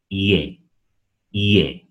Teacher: A primera vista pudiéramos ver que se trata de una J, pero en realidad este símbolo fonético representa una Y, pero suave, una Y leve, que podríamos producirla si solamente decimos las vocales juntas, la I y la E